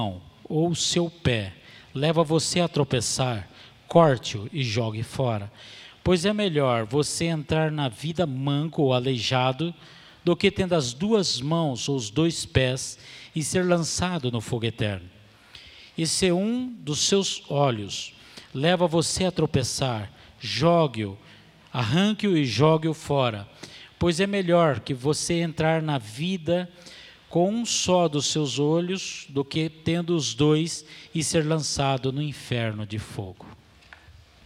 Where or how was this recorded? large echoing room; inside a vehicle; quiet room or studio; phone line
large echoing room